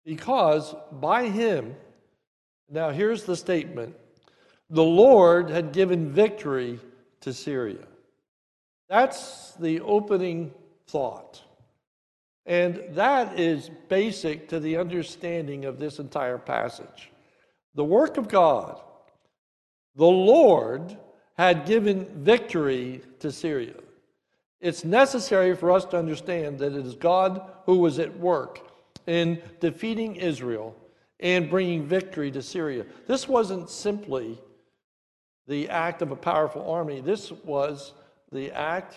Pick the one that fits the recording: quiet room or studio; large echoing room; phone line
large echoing room